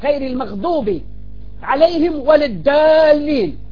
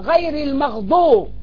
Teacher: فيفخم الضاد ويملأ بها فمه · Shown in: second take